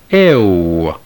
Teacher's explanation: It is pronounced eo, a glide from the sound of epsilon, e, to that of u, eo. Notice that the final element of this diphthong, eo, resembles the u sound heard at the end of the diphthong ow. · Term: Epsilon upsilon